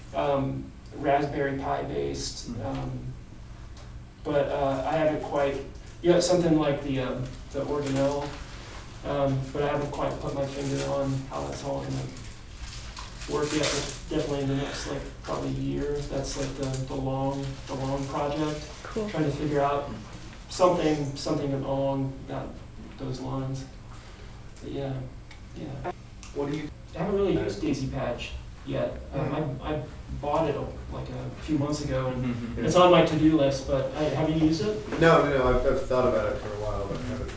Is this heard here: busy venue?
yes